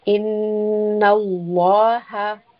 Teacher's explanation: Lam is a letter that is sometimes heavy and sometimes light. In this case, the name of Allah is heavy. So we want a mouthful sound